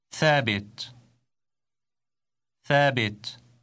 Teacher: Did you notice the short vowel E following the sound B?